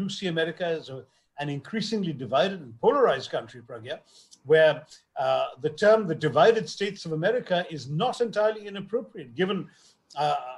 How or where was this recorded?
video call